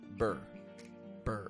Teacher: The syllable stress, rising your tone in the toe part. And then we drop it flat on the ending with a B E R. A B followed by a schwa R.